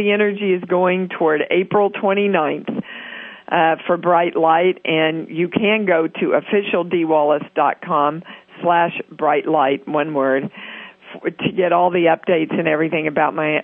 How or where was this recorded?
phone line